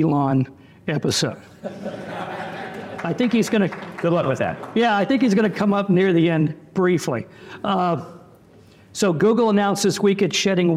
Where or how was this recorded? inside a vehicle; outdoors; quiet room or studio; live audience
live audience